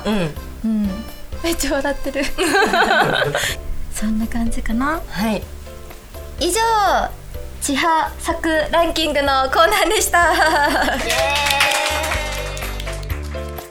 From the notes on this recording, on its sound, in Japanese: 久しぶりの公開収録です！